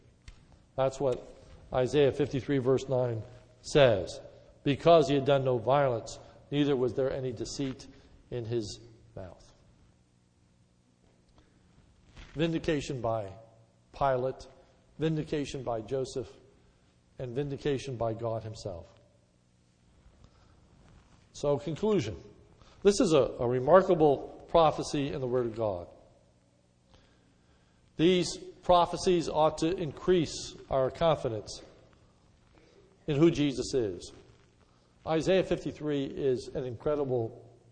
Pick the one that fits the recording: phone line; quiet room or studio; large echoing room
large echoing room